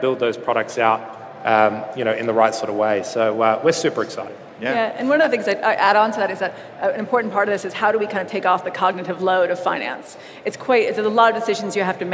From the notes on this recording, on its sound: Live at Xerocon. A live panel at Xerocon London 2019.